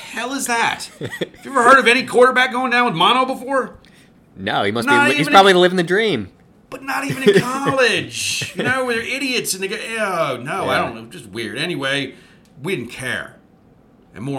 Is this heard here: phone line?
no